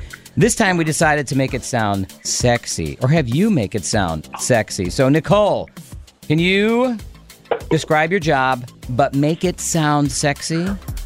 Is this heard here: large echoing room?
no